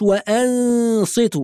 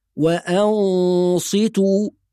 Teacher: لأن إذا كان حرف الإخفاء مفخم الغنة هتكون مفخمة، ودي قاعدة عند علماء التجويد إن الغنة تتبع الحرف اللي بعدها في التفخيم والترقيق. فحرف الصاد مفخم هتكون الغنة مفخمة · Shown in: second take